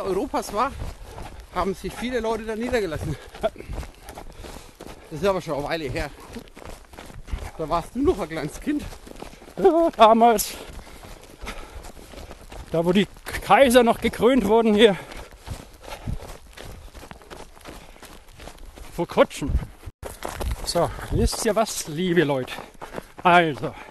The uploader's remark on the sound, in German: live dabei beim Coronakreis Ultralauf